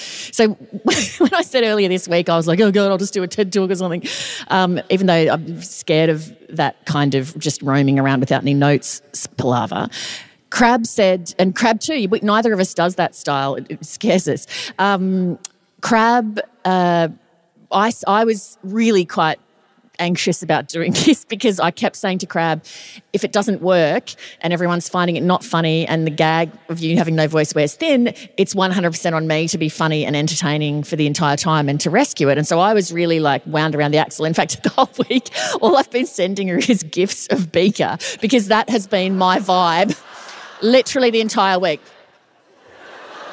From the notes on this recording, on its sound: It's the Perth live show, so OF COURSE there's a disaster.